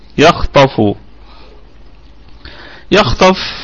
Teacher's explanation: عندنا الخاء والطاء في الدرجة الثانية من درجات التفخيم، الخاء والطاء، خاء ساكنة وقبلها مفتوح وطاء مفتوحة، الاثنين في مرتبة واحدة من مراتب التفخيم وهي الدرجة الثانية من درجات التفخيم.